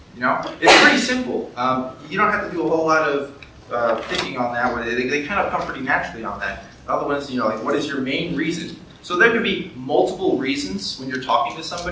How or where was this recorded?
live audience